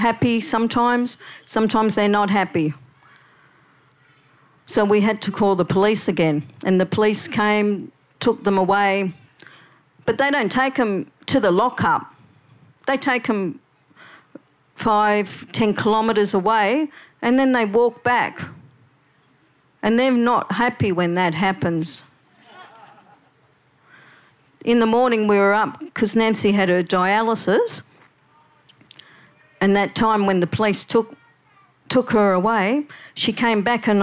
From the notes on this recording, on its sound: SPUN: True Stories Told in the Territory is a live storytelling event that showcases some of the extraordinary people and stories that make up the Northern Territory. Told at our event at Darwin Festival.